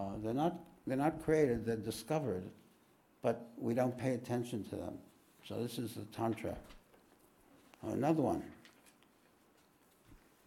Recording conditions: live audience